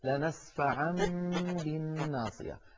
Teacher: نون التوكيد الخفيفة وفي الوسط تقلب ميما لمجيء باء بعدها فتصير لنسفعا بالناصية.